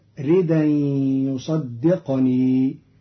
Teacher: قرأ قالون كلمة رد أن بنقل التنوين إلى الدال، ويصدقني بإسكان القاف والياء فتصير الجملة ردا يصدقني.